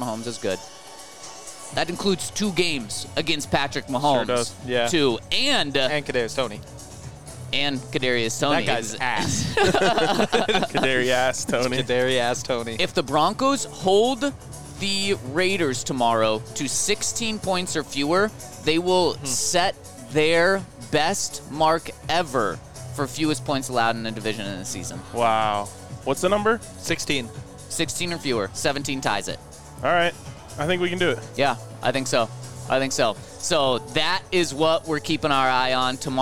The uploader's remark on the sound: coming to you LIVE from Circa Resort & Casino in Las Vegas